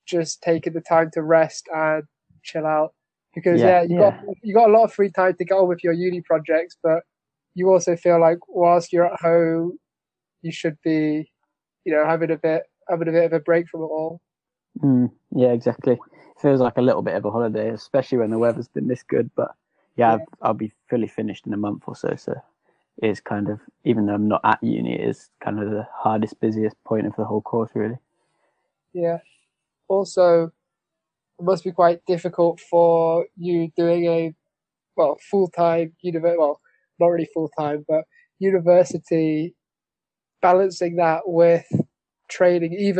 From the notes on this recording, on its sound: sorry for the audio issues I have ordered a mic so they will get better in future episodes.